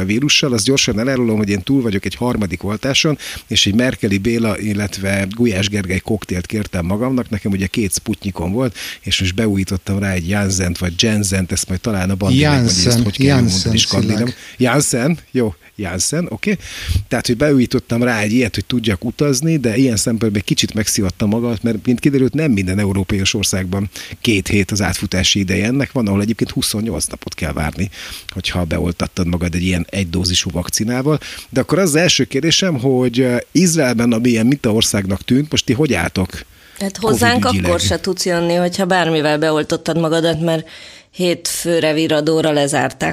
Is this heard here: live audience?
no